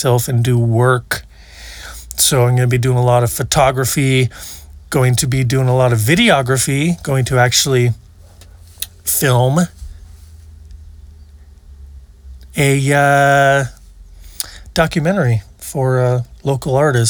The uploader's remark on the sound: Recorded at Hot Spring Glamp Camp. Recorded at Hot Spring Glamp Camp.